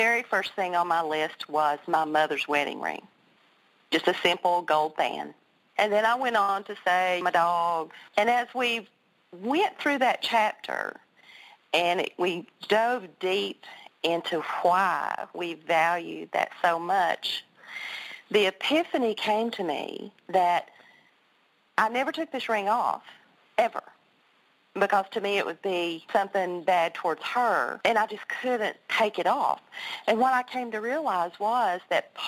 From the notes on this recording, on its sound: conference-call based classes